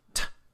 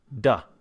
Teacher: if we take voice and we add voice to t, what we get is duh